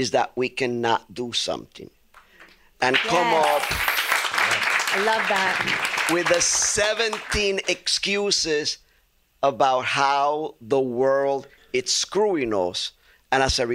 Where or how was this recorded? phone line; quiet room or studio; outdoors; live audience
live audience